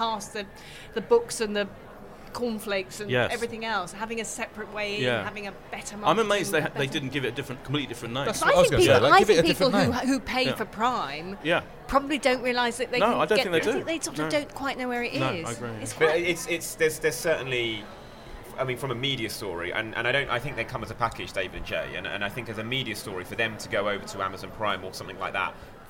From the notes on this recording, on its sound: recorded at the Edinburgh International Television Festival 2017